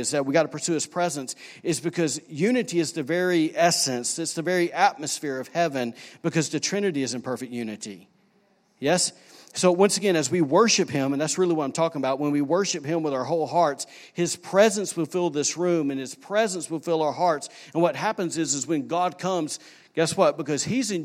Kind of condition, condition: setting, large echoing room